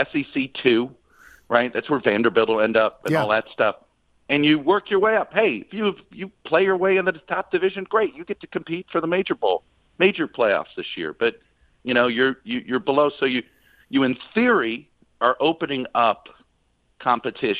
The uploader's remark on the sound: Phones in to give his thoughts on the four teams in the college football playoffs.